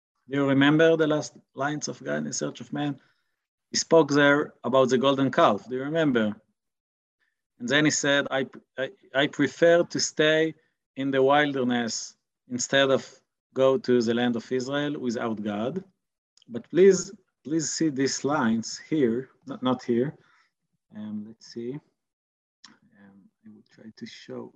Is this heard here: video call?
yes